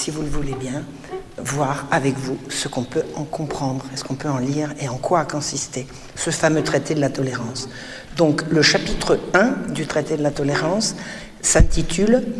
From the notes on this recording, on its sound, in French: Cette conférence fut donnée à Mulhouse suite à la parution de l’ouvrage sur Voltaire.